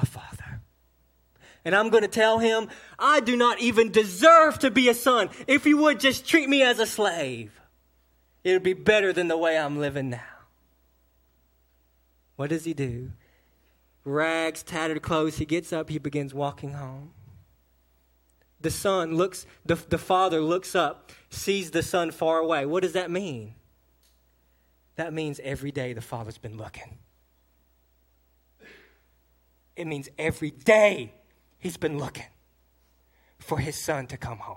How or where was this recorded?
large echoing room